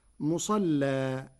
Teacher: قرأ ورش كلمة مصلى بتغليظ اللام وصلا، أما إذا وقف فيجوز له التغليظ مع الفتح والترقيق مع التقليل، والفتح والتقليل لغتان من لغة العرب.